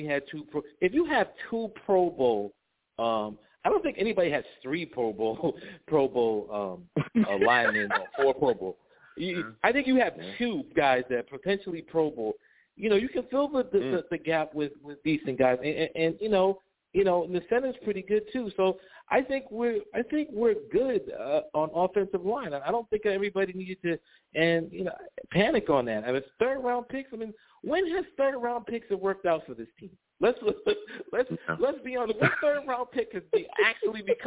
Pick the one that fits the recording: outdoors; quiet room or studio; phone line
phone line